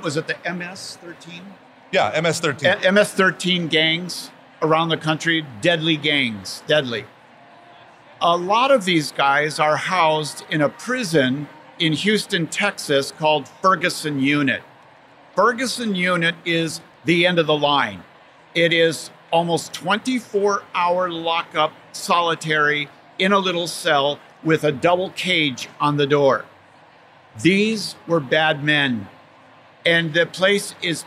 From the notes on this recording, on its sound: recorded at the SEEK24 conference